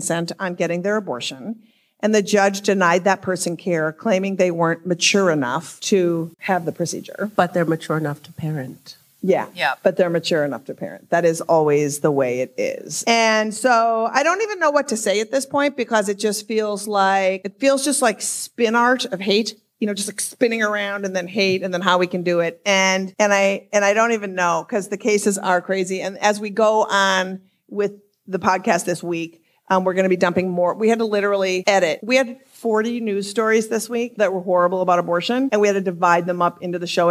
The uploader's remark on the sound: From Netroots Nation in Pittsburgh this week, with a whole entire live audience, too!